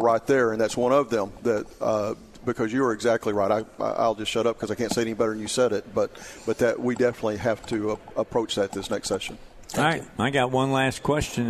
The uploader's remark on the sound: Live at the State Capitol for Filing Day